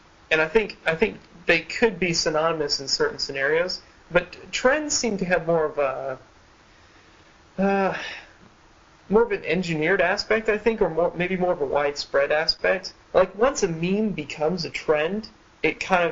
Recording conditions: poor sound quality